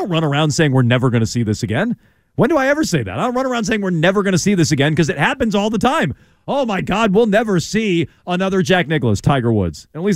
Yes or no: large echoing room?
no